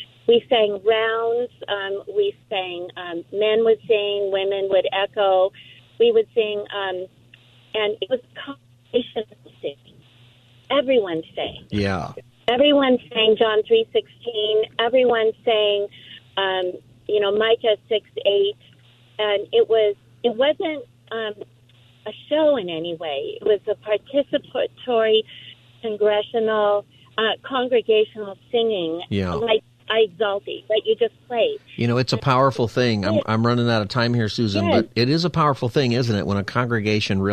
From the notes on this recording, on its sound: Callers also call in to share what is on their mind on this open phone Friday.